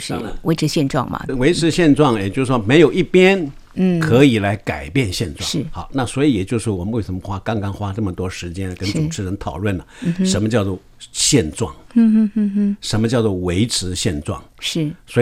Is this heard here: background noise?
no